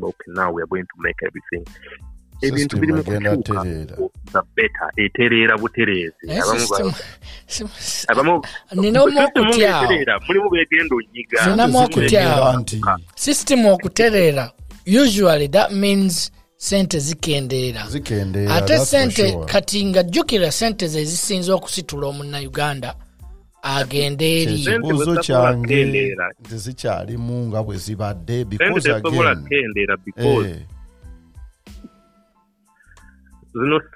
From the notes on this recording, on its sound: via telephone conferencing